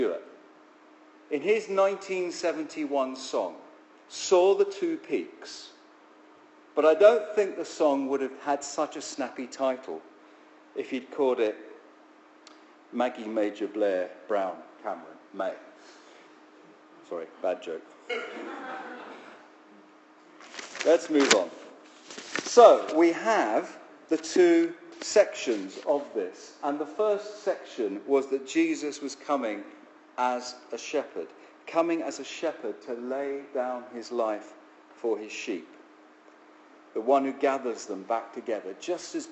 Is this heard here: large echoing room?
yes